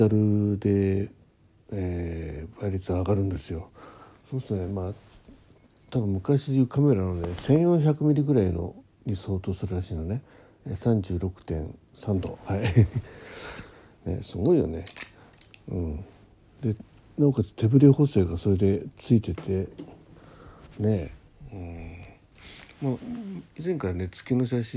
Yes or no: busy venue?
no